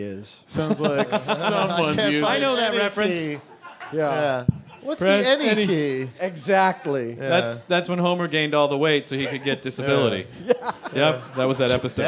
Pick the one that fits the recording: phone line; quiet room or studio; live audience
live audience